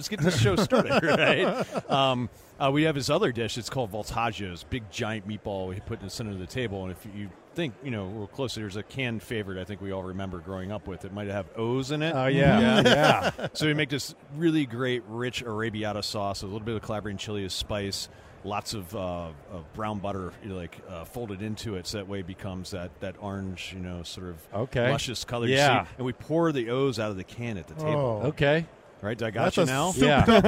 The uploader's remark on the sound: LIVE at Radio Row